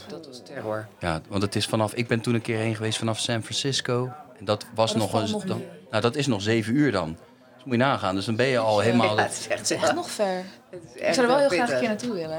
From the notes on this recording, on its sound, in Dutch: Het is behoorlijk heet in de Kleinste Kroeg van Nederland die backstage staat bij De Vrienden van Amstel LIVE.